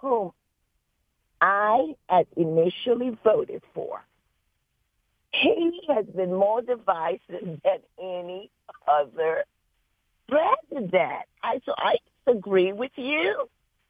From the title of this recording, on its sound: Open Phone Friday